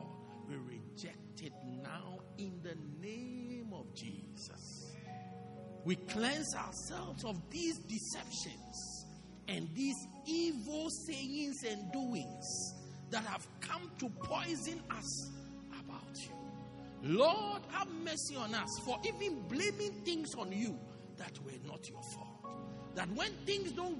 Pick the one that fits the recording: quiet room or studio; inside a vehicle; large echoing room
large echoing room